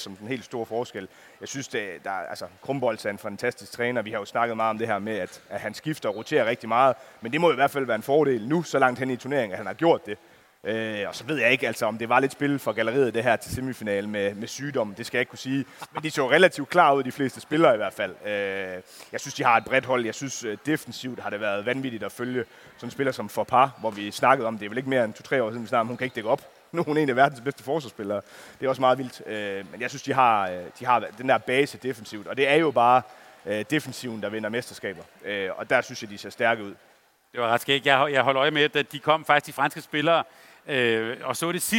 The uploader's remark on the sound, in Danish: Live fra Boxen. Med os på scenen. Optaget live i Fanzonen i Boxen søndag middag inden bronzekampen og VM-finalen.